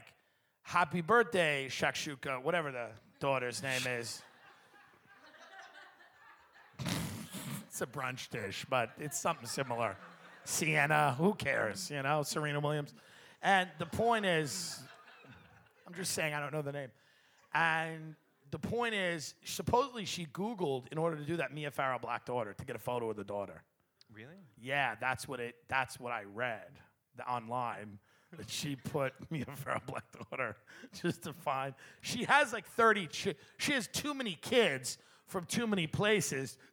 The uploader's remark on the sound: Live From Cleveland